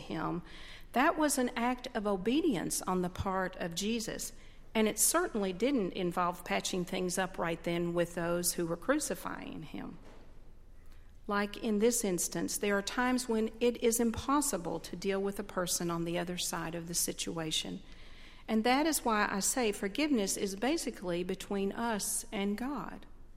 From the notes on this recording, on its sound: At Highland Baptist Church.